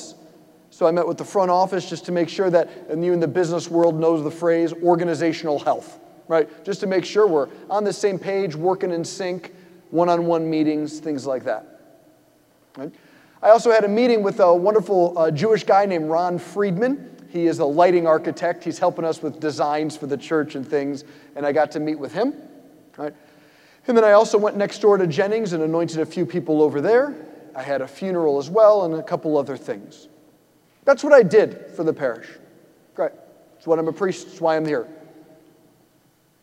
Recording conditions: large echoing room